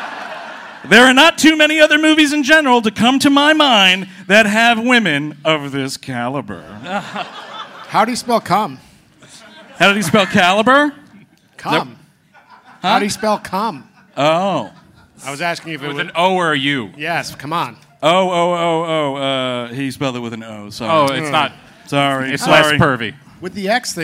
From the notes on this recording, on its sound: Recorded live at City Winery in Chicago, IL.